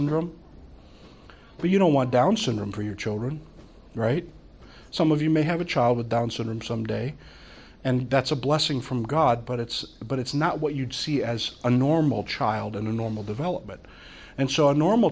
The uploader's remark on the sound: From the Summer 2015 Clearnote Conference.